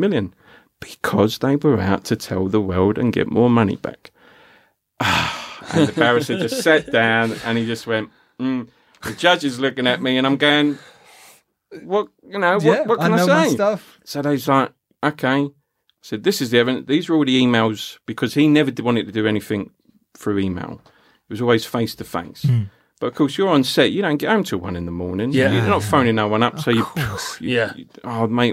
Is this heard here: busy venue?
no